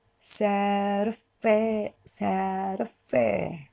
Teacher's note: サッドの D がフラップになります。そうすると、sad,セラーアーって口開けない。sad.こう、パラッパラッパラッ。あら。これ、フラップは、タングトリルができる人は原則できるはずなんです。ルルルルルこれたくさんだと、できるけど、これを1個で、ルルルルこれがタングトリルじゃなくて、フラップ。セール、ここで。セールフェー。で、アフェアのアを言ったらもうすぐにアッと噛んじゃう。アッと噛んで。セール、ここで。セールフェー。Sad affair, sad affair.英語の歌のこの縦に刻む感じっていう感じが、どうしても、いわゆるこのコーラスみたいで、sad affair,タララーみたいになると、ちょっと違う。やっぱり縦に、タッタンタン。セルフェー、こう、縦にこう刻んで、縦、だから、体を本当は動かせ